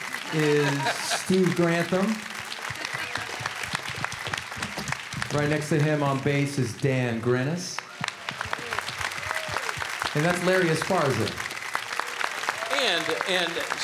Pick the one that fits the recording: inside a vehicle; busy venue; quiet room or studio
busy venue